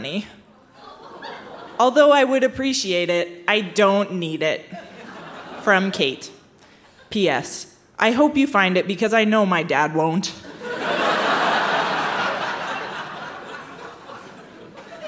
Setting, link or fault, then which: setting, live audience